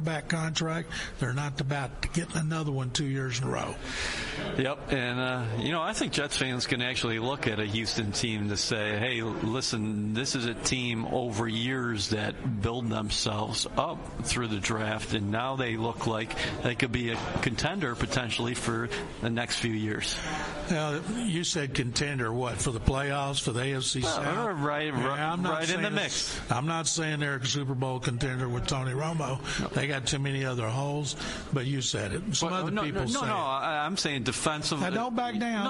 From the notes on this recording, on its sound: Live at the League Meetings.